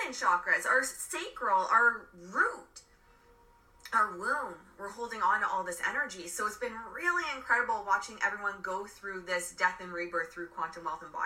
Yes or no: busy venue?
no